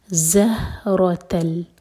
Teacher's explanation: زہ ز buzzing sound کے ساتھ اور ہا سینے سے